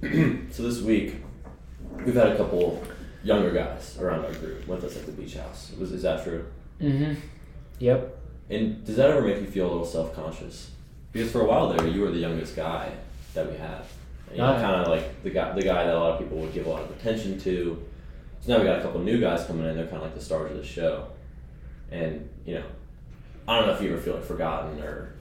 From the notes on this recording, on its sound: Live from the bathroom